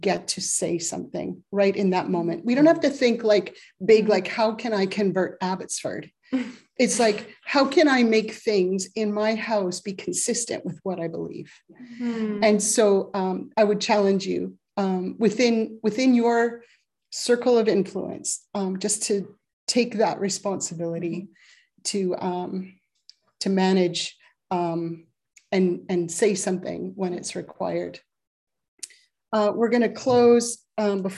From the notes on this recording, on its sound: A significant and poignant service that we shared across zoom with one another.